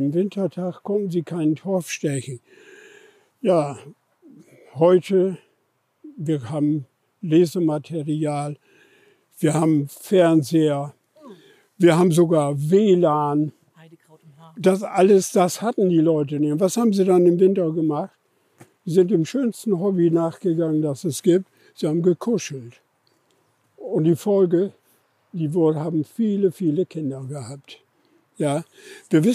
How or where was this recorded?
outdoors